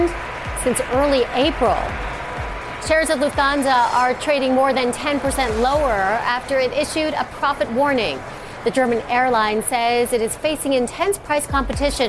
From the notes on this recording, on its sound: First Move is live from the New York Stock Exchange.